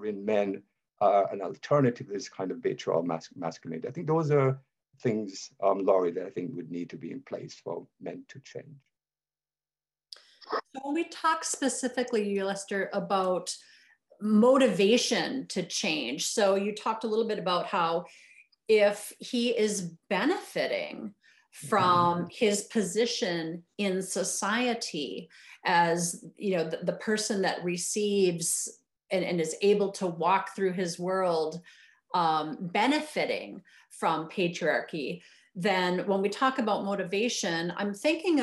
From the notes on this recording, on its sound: Recorded live via Zoom